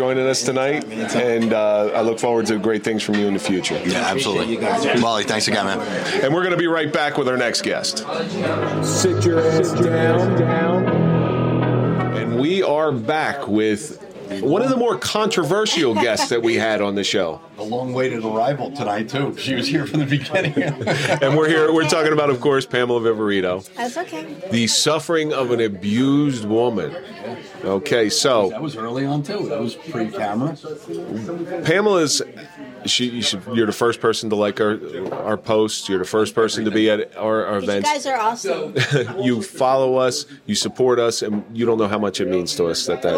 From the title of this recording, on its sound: Live at the Grande Saloon